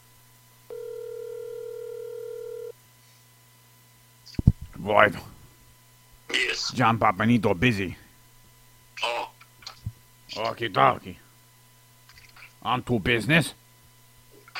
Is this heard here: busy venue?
no